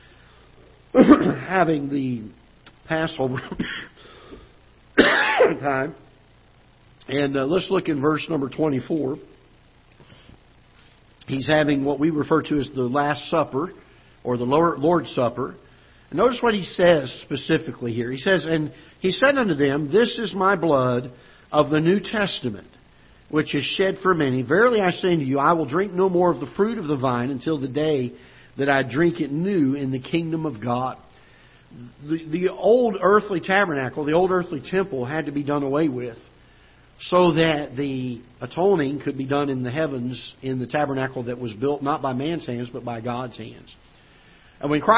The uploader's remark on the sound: Ketha Heights Baptist Church ~ Live Broadcast